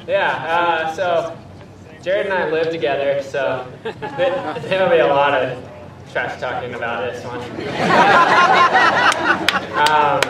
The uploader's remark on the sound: finish-line interview